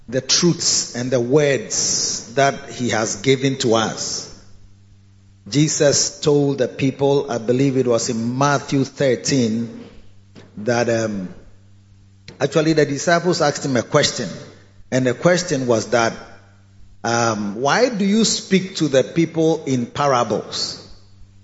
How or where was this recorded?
large echoing room